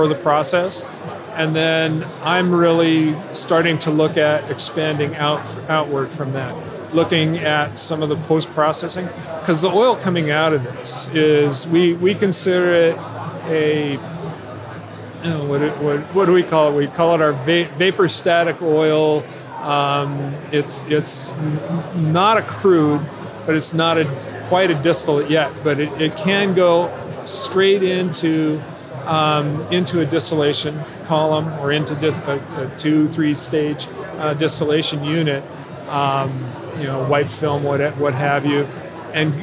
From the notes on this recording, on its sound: In-person interviews recorded on the floor of The Extraction Expo in Los Angeles!